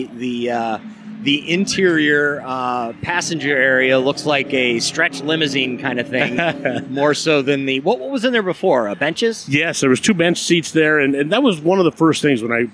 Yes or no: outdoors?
yes